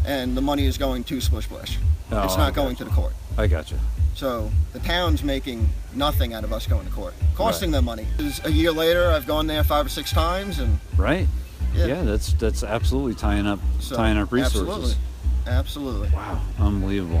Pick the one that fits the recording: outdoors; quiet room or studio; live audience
outdoors